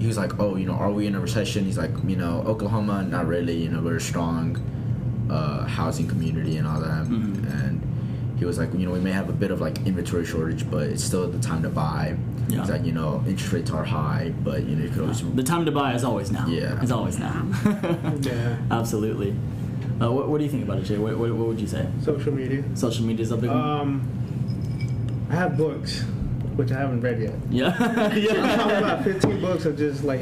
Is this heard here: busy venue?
yes